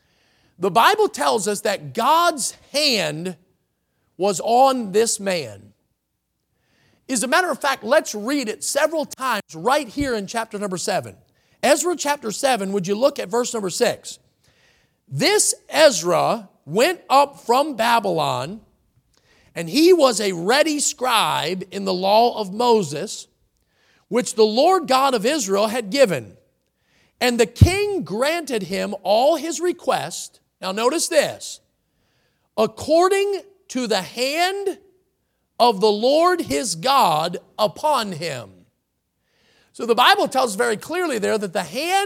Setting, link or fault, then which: setting, large echoing room